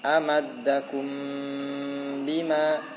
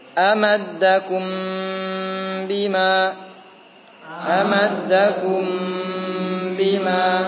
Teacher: Mim itu makhrajnya bibir dengan bibir. Kalau ini bibir dengan bibir menyisakan.